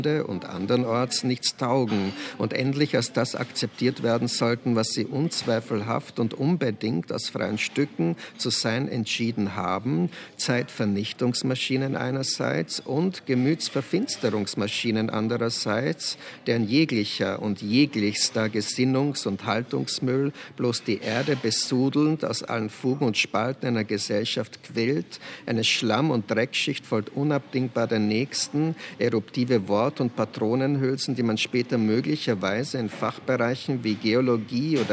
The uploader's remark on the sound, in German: In Thomas Bernhards Wiener Stammcafé